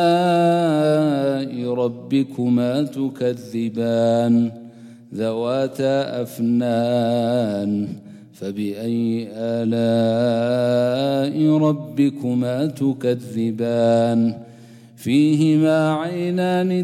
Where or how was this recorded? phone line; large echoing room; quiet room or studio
large echoing room